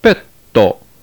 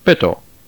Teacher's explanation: a doubling of the letter would require literally a longer stop before proceeding to the next vowel · Shown in: first take · Term: double consonants